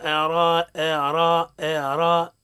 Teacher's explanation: الهمزة مرققة والراء مفخمة